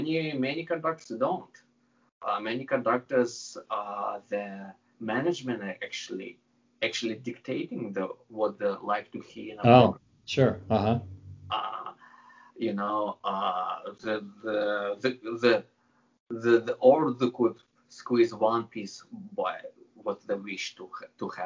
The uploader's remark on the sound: I had a nice chat via Skype